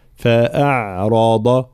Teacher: عندنا الراء مفخمة وكذلك الضاد، وهذه ضاد غير مشالة، فالانتباه فأعرض، ولا نبالغ طبعا في ترقيق الهمزة، فلا نقول فإعراض إي، ليست إي وليست آ، فالانتباه آ، هكذا يكون الفتح.